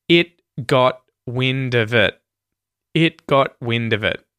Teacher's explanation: It got wind of it. Every single T in that sentence is not a hard T like a T sound, nor is it a T flap like a R sound. Instead, they're all muted T's.